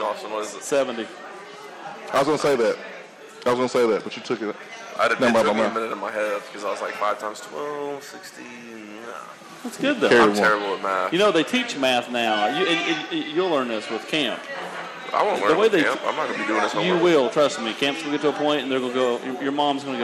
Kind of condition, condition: setting, busy venue